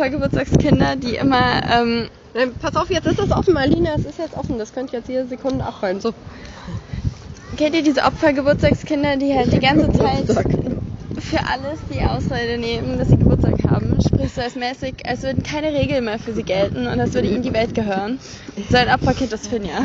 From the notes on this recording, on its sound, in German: Die letzte Etappe ist auf dem Weg zum Restaurant vor dem Abendbrot. Die Tonqualität ist leider entsprechend der nicht so ruhigen Umgebung nicht so top.